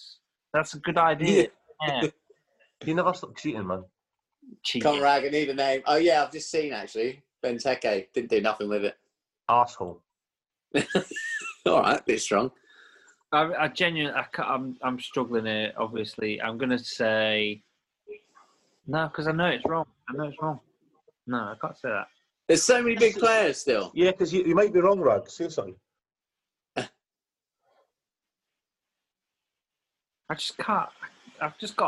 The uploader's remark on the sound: Back on zoom this week.